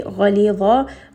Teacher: غَا is going to be heavy, لَام is light, ظَا is heavy